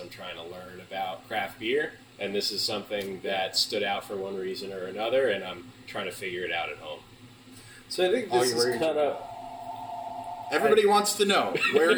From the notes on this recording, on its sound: 3/4 of us couldn’t make it down this year (kids, work), so. Fired up the pocket recorder and did an impromptu DIY session. You’ll notice a bit of a difference in audio quality this week and next.